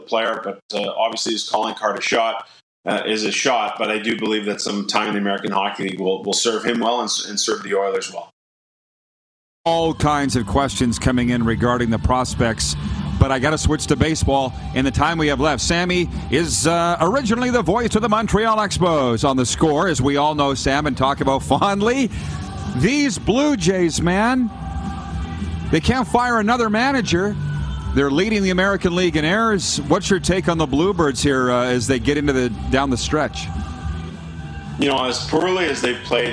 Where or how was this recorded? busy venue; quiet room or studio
busy venue